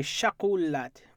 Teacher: Speakers from the northwestern coast of Kodiak say shakulat with a sh sound at the beginning.